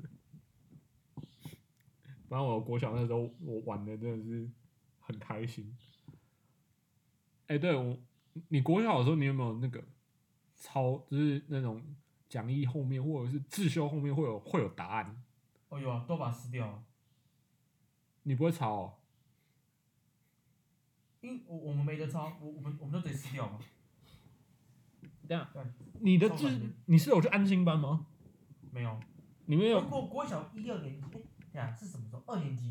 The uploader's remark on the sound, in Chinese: 今天台中一樣下著雨。錄音設備不佳請見諒。戴牙套錄音口齒不清。